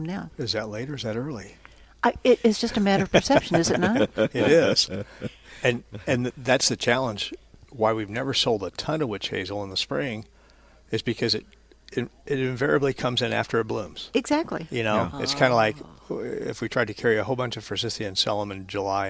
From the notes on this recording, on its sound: Live at Prairie Gardens 3-5-22. Plant Experts Live at Prairie Gardens.